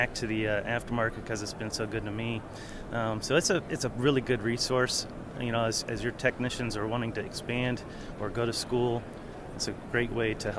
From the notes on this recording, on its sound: on the trade show floor at iFLEX 2023 in May